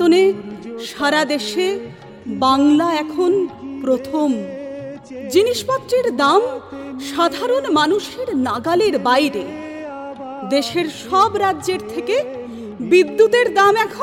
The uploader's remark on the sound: SFI 35th WB State Conference Audio